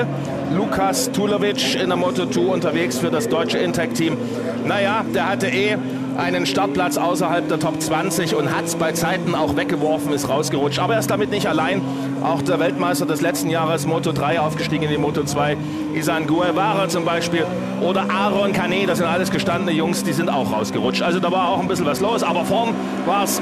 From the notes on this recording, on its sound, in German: Im Sonntagsbrunch erzählte er davon - live neben der Rennstrecke. In seinem mobilen Sendestudio erleben.